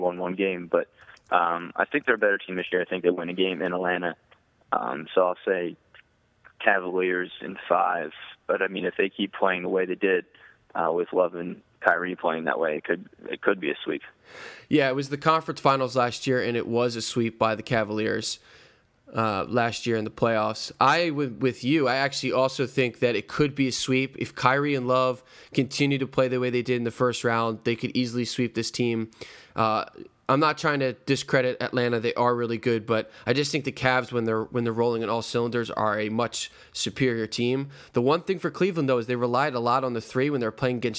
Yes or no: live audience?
no